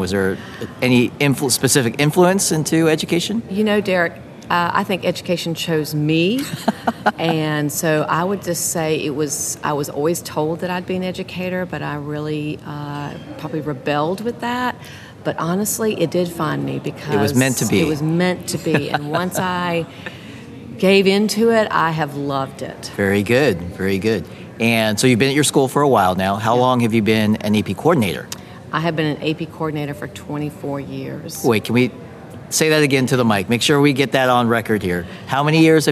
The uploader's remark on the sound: Live at the AP Annual Conference. Live from the AP Annual Conference in Seattle, WA. In this collage of short interviews.